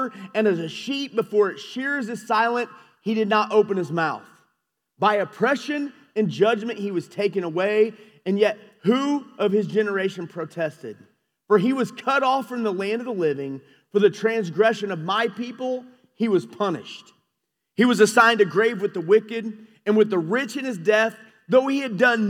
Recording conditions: large echoing room